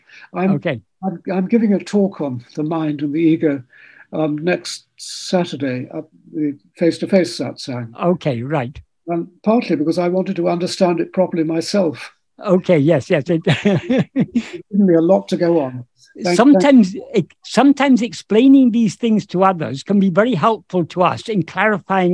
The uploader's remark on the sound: In a Zoom meeting of the ‘Ramana Maharshi Foundation UK’ on 27th August 2022.